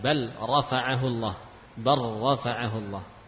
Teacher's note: Lam sukun bertemu ra, hukumnya idgham.